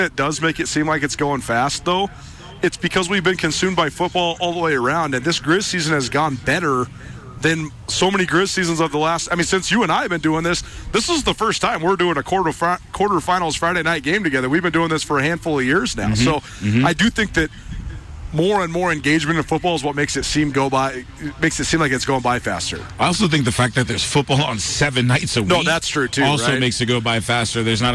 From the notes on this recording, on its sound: College Gameday Live! Live on location. In Missoula.